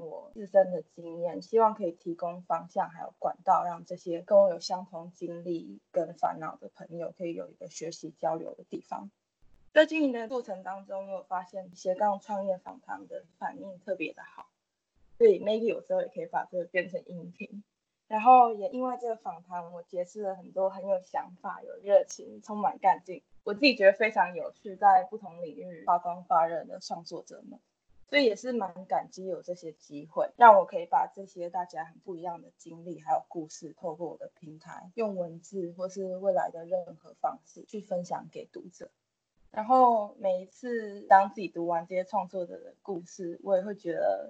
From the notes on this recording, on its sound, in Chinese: 本集音質比較差，建議避免使用耳機收聽